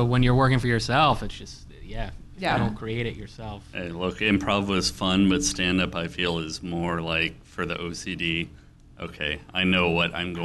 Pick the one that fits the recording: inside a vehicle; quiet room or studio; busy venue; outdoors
busy venue